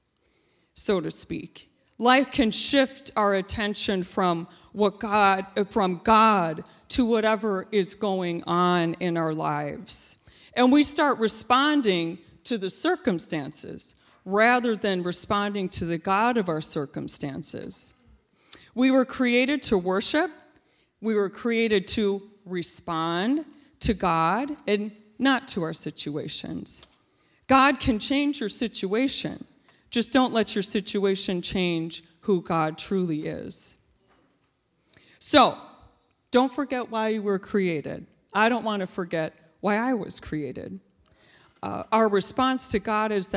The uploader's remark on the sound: This JAT was recorded live on Sunday, October 24th, 2021 at Newark United Pentecostal Church.